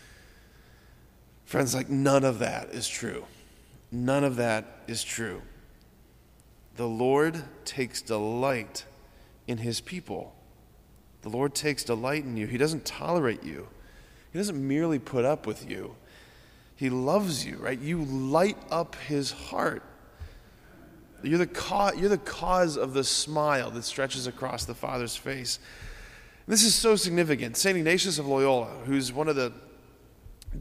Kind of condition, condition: setting, large echoing room